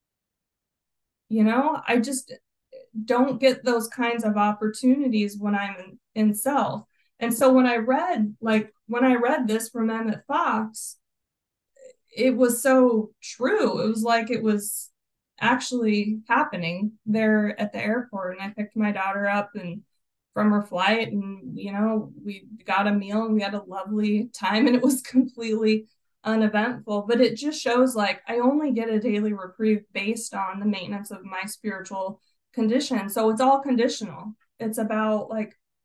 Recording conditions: video call